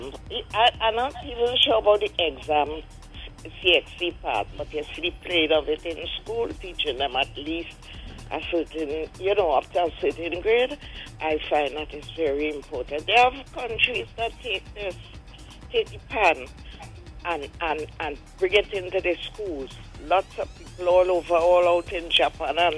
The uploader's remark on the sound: During this hour we take calls from our audience